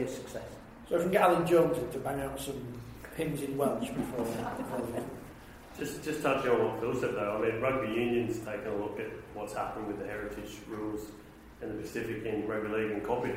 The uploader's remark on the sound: LIVE in Leeds. Kicking off our tour as part of the Rugby League World Cup Cultural Festival, we were live in front of an audience at Leeds Central Library.